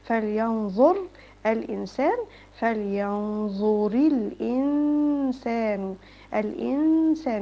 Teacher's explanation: النون دي ما عليهاش اي تشكيل، يبقى هنا الحكم ايه؟ اخفاء. هخفيها غن حركتين من عند السين.